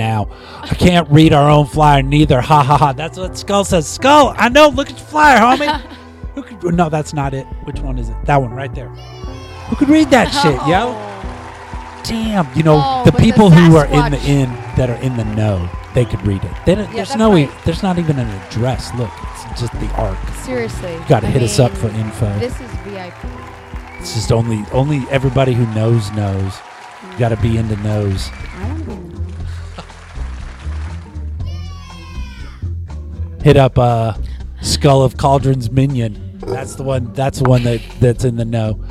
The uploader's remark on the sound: Filmed in front of a live Studio Audience.